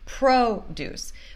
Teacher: A sílaba tônica está nessa primeira sílaba, pro, e a gente vai falar o bem certinho. Mas em produce, produce, que é o verbo de produzir, a segunda sílaba é a sílaba tônica.